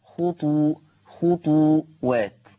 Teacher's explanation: حفص عن عاصم يقرأ بضم الطاء